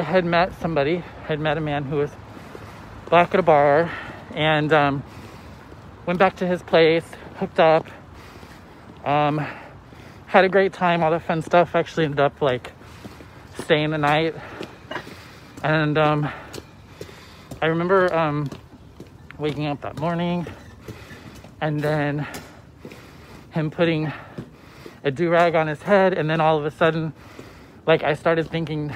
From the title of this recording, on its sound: walk and talk